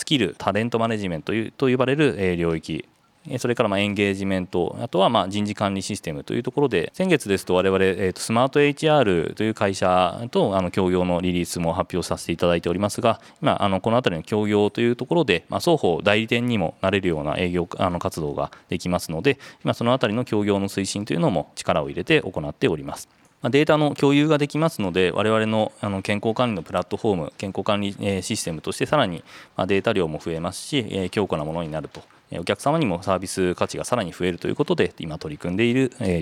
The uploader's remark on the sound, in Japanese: 2022年11月23日、東京・田町で行われた「ラジオNIKKEI 相場の福の神 注目企業ＩＲセミナー」から